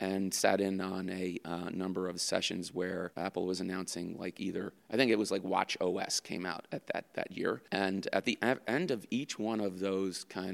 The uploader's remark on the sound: This podcast was recorded on the go at Sibos 2018 and is a rough cut.